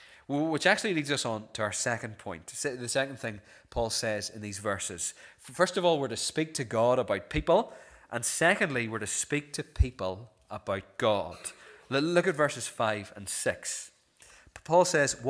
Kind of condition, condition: setting, large echoing room